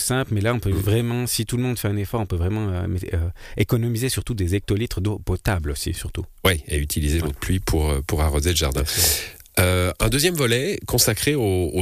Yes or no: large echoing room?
no